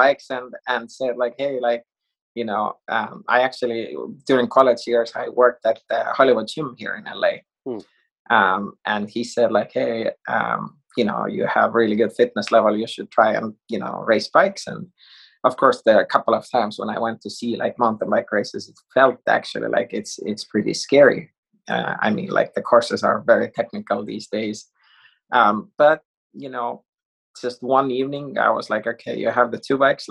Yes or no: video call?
yes